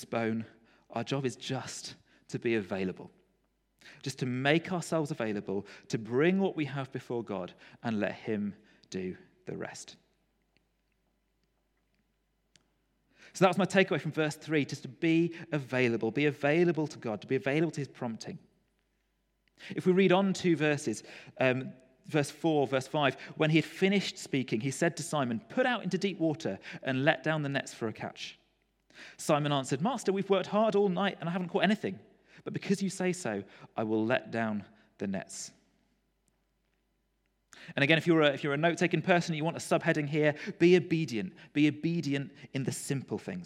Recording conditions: large echoing room